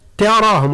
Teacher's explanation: أول ملاحظة اللي يجب التنبيه إليها هي التاء من تراه، يعني كثير ربما من الناس يعني يفخمونها دون أن ينتبهوا إلى ذلك فيقرؤون تراهم طاء، لا تراهم، التاء هو حرف مرقق دائما، الراء مفخمة صحيح، لماذا؟ لأنها مفتوحة، تراهم وليست تراهم.